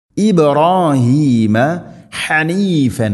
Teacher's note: ഇബ് ബാഇനെ ഖലഖല ചെയ്യണം, ശരിക്കും കേൾക്കണം